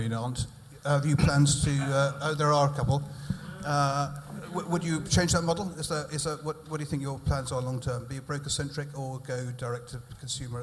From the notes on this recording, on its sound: In this episode we bring you the first three discussions we had on stage at our evening event "MGA: The new frontier for Insurtech" .